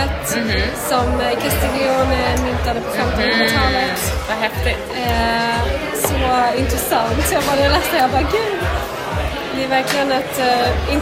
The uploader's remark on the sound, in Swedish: Vi sitter i baren på Balzac. Det är livat men för den som tar sig igenom den upprymda ljudnivån i bakgrunden.